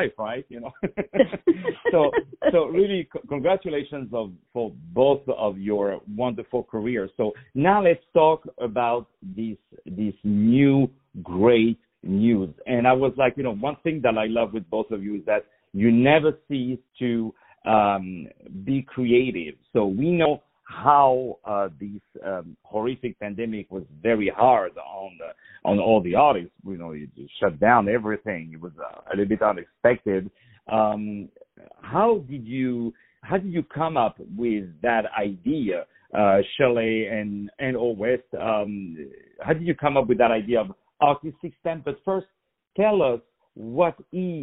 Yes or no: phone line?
yes